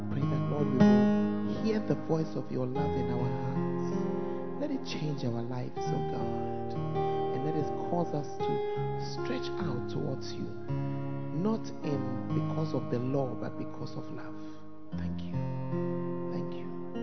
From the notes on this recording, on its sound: Preached At First Love Center, Ayeduase (Tuesday Service)